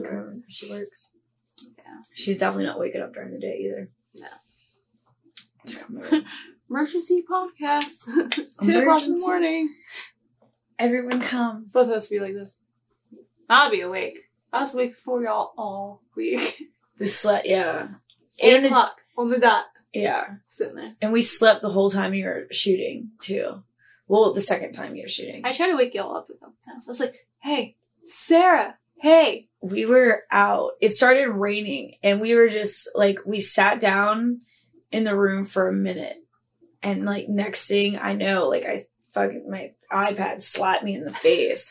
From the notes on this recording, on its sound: our low budget quality audio